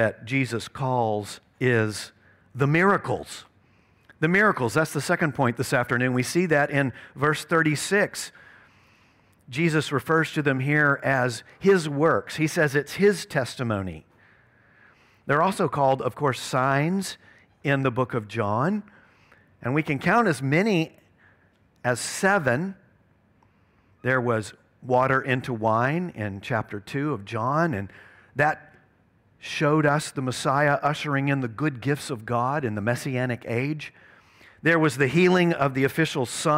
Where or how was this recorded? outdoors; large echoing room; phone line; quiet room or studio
large echoing room